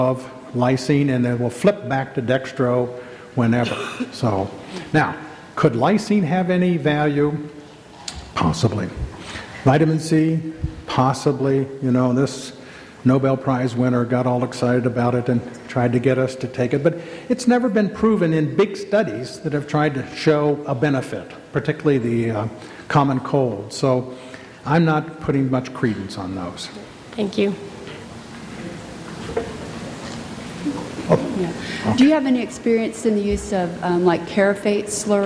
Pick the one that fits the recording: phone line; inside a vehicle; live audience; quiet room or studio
live audience